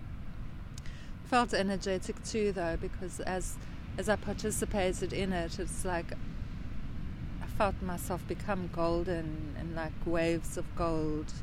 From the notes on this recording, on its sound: Background sounds... Wild side of a seaside nature walk.